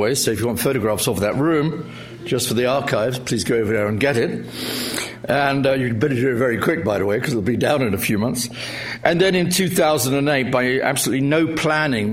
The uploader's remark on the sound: In his final public lecture at LSE. Discuss these questions with the audience.